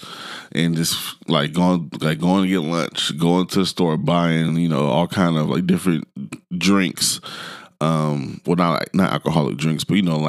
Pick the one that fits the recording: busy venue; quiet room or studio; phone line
quiet room or studio